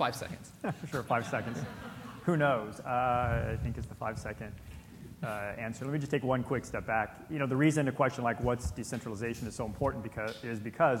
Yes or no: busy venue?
yes